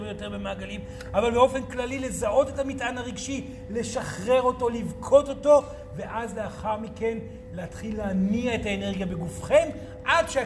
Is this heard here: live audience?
yes